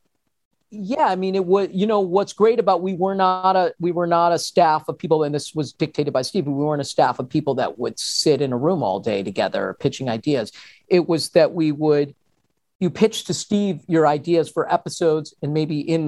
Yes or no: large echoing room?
no